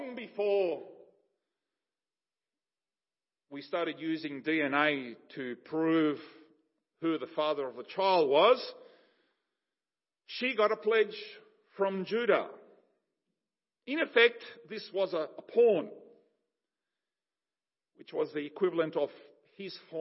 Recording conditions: large echoing room